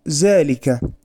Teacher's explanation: فقد تنطق الذال زايا